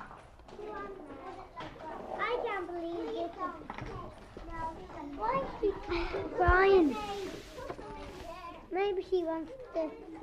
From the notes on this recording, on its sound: Wore a microphone on his jumper to capture the sounds (yes, including crying) inside a Junior Infants' classroom.